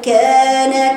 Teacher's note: الكاف مفتوحه وبعدها مد طبيعي حركتين